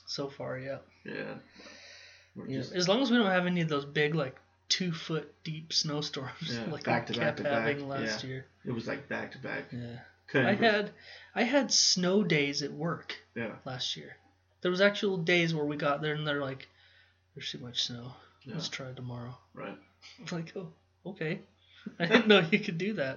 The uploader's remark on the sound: THE MIXER WAS NOT CONNECTED CORRECTLY TO THE LAPTOP SO WE RECORDED THE WHOLE SHOW THROUGH THE LAPTOP MIC. SORRY ABOUT THE SOUND ISSUES.